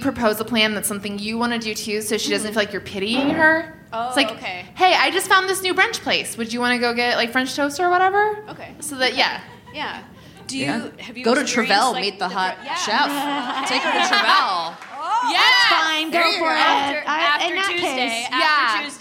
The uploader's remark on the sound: The ladies are live from Chicago's Promontory Theater for the Chicago Podcast Festival.